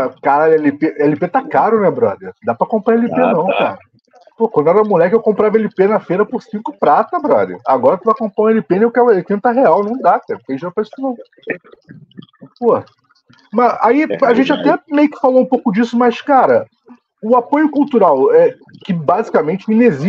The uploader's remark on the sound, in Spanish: mesa redonda virtual